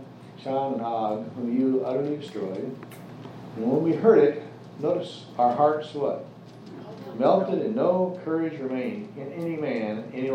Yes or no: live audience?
yes